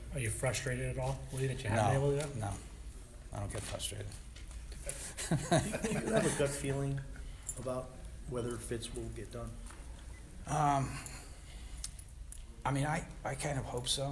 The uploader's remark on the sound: News Conference at NFL Owners Meetings. Addresses the Media in Boca Raton, FL.